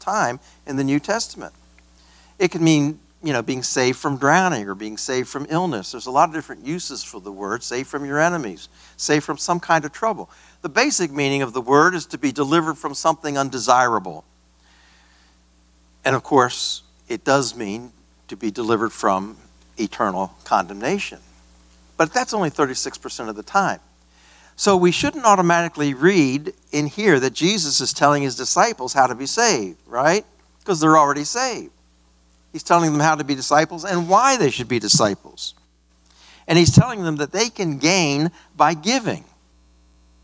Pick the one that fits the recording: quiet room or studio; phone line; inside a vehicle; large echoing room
large echoing room